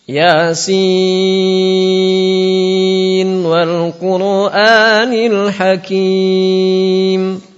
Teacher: Dibaca N dulu, N-nya jelas, baru wal Quran. · Term: izhar